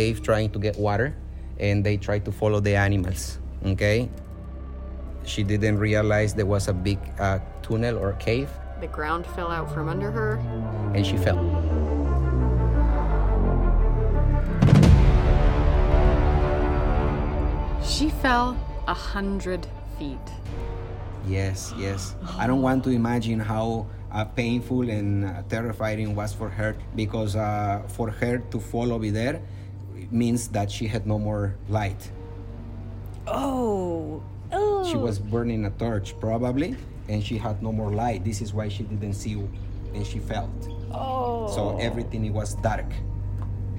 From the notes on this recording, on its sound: Come with us on location to Dos Palmas cenote in Mexico